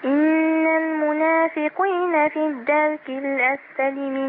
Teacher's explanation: طب أنت فخمت القاف زيادة عن اللزوم ورققت الراء زيادة عن اللزوم. إن المنافقين في الدرك الأسفل من النار.